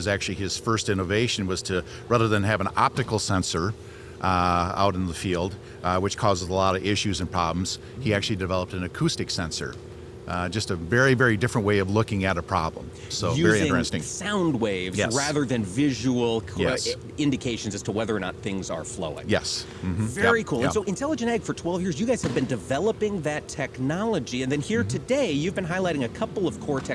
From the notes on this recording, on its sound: The show is still coming live from the Trade Show floor at Commodity Classic '22.